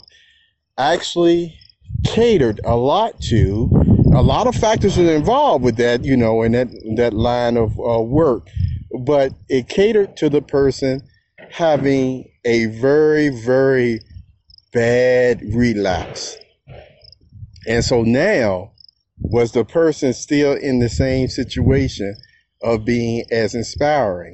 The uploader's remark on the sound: This is from the Perceptive Readers Telegram App Group on the fly, if you will, moment. Therefore, you can hear the outside environment sounds.